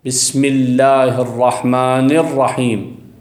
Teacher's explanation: حتى هاي بالاخطاء النحويه اللي، او مثلا في اللحن في القراءه، في بعض الاحيان البعض يشبع الفتحه، فتحه مثلا الرحمن، مو الرحمن مكسوره، بسم الله الرحمن الرحيم، فالبعض يشبع كسره الرحمن فتصير ياء، بسم الله الرحمن الرحيم، فهي يشبع الكسره تصير ياء، تصير هاي لحن بالقراءه.